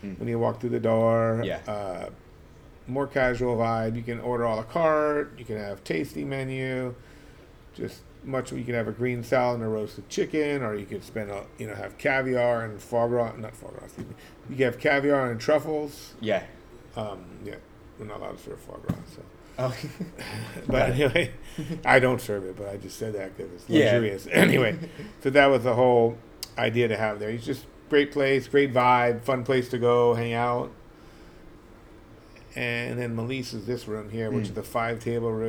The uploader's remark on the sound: LIVE from Mélisse